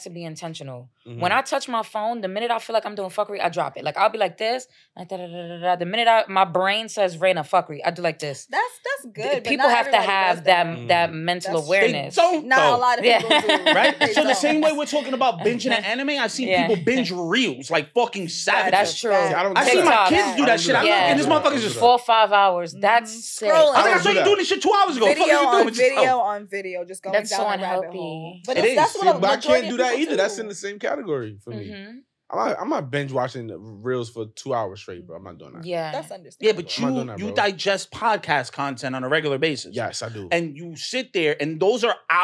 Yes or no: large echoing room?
no